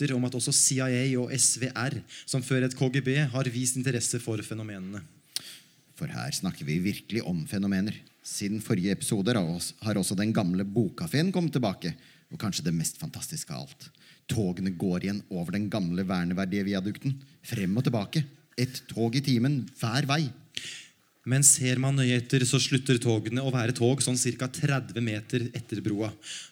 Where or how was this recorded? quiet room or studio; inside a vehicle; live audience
live audience